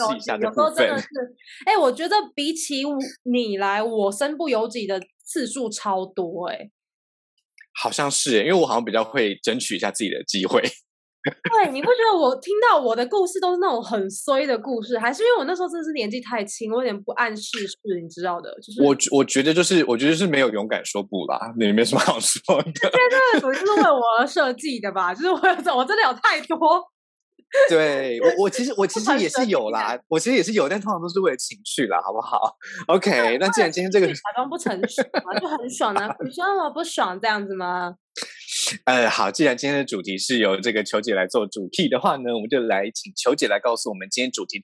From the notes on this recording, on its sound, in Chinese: 本集節目使用 Zoom 遠距錄音，固有音質不佳、斷訊之情況敬請見諒。